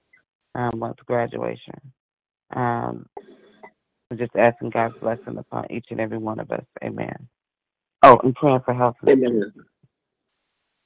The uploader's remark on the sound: 6AM Prayer Call. Live Prayer.